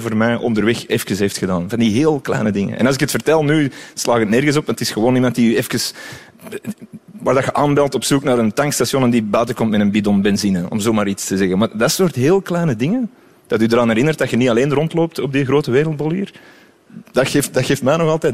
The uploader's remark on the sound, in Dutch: live vanuit 30 CC in Leuven